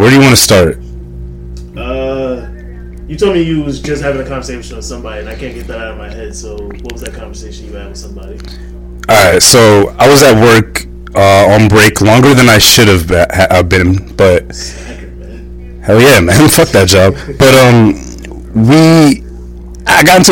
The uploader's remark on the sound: Excuse the audio issues